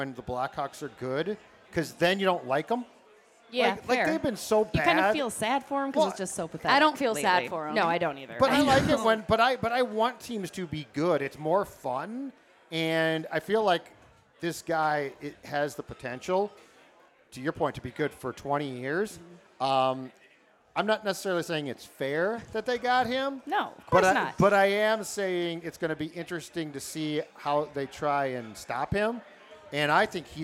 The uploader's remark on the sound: we were live from Ray J's American Grill